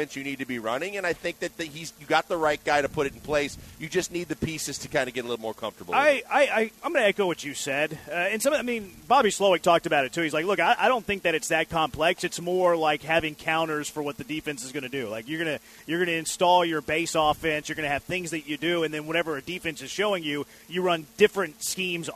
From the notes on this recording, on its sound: LIVE from Drift Bar in the Heights!